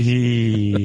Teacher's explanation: Stop. And it has a long onset time · Term: aspirate